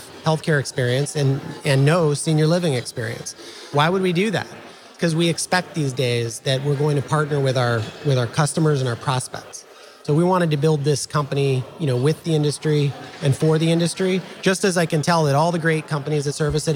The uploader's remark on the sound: This episode was recorded at the NIC Spring Conference.